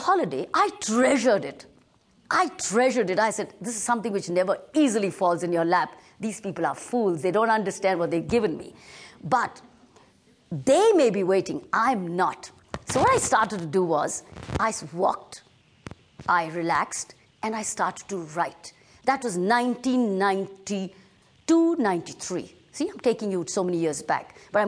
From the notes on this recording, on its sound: Topics ranging from personal growth to world affairs to sustainable ecology were presented and recorded live. This lecture was recorded live at the Himalayan Institute in Pennsylvania, in 2004, at a conference entitled Freedom from Fear.